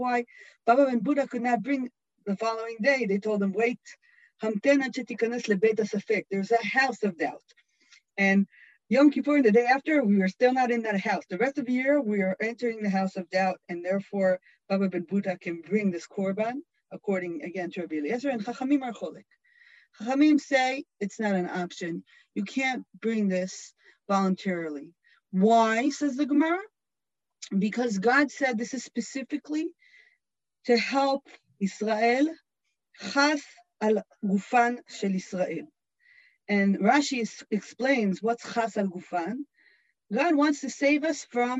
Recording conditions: video call